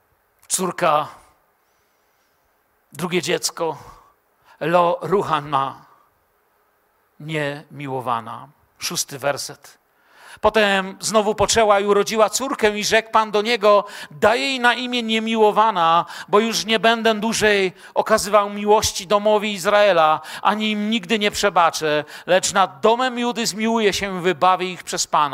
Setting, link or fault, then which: setting, large echoing room